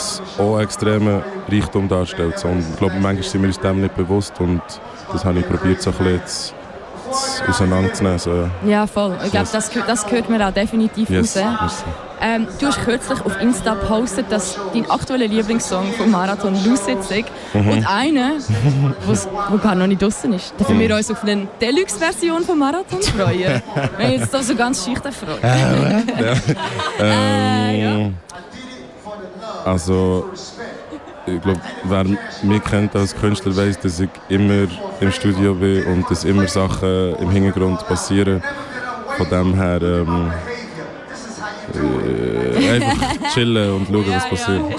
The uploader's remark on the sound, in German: Live vom Hood Look Good -Festival. Live aus Aarau. Start zur Festivalsaison! Live vom Hood Look Good -Festival.